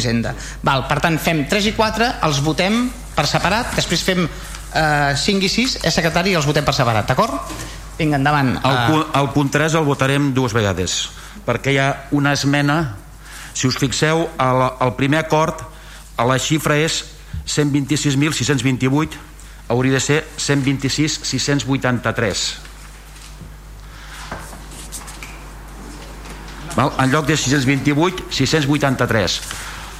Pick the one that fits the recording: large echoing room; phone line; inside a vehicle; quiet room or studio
large echoing room